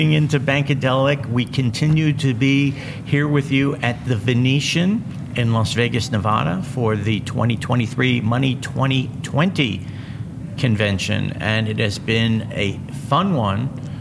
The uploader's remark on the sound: LIVE FROM MONEY 20/20